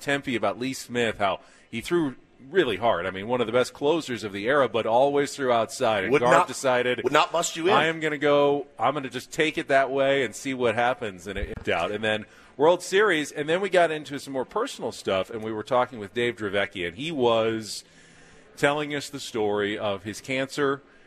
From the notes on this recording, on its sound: live for Day 3 from Padres Fantasy Camp out in Peoria Arizona!